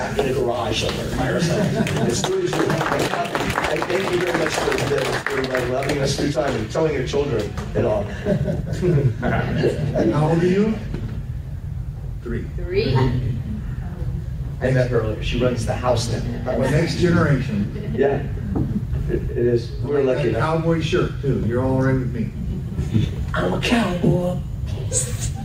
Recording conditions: live audience